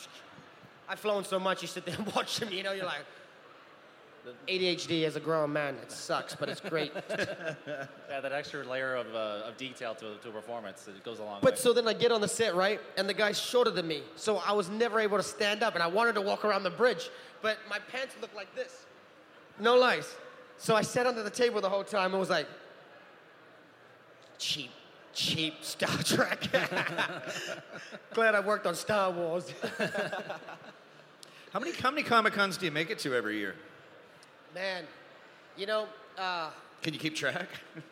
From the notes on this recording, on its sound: At London Comic Con 2018, we had the honour of hosting a Q&A panel